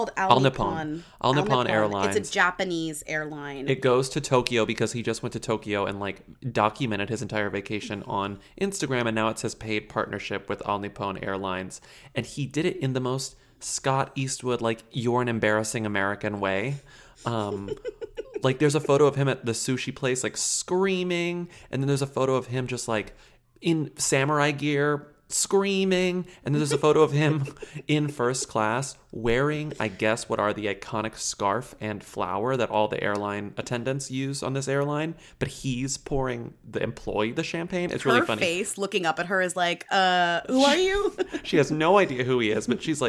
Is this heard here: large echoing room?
no